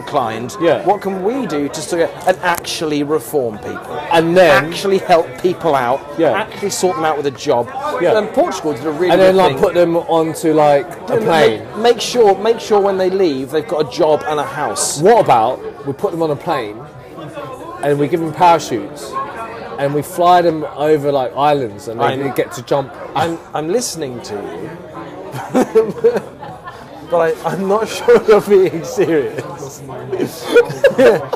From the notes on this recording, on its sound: Reunited for some pointless waffle in the local spoons. Live from the Masque Haunt, Old street.